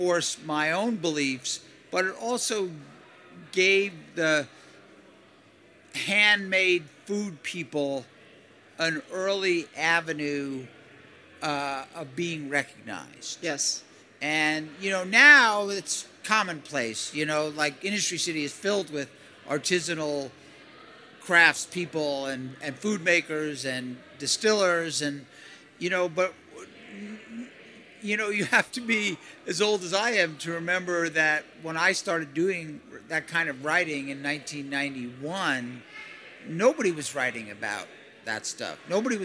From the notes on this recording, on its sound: LIVE FROM INDUSTRY CITY